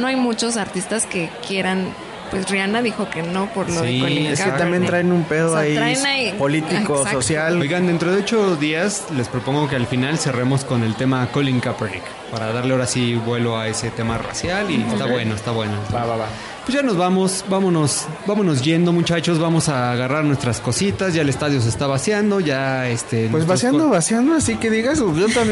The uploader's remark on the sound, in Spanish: Tiene casa llena! Transmiten desde la ruidosa Nueva Orleans.